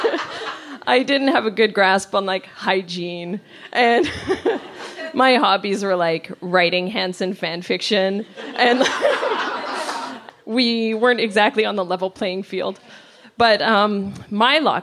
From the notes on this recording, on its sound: Recorded at a Here There event. Recorded at a Here There event.